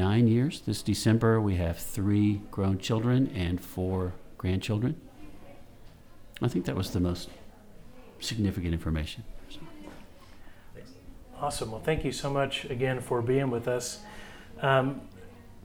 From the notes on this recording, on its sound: This Fam Lab episode was recorded at Midnight Oil Coffeehouse in Searcy, Arkansas on the Harding University campus.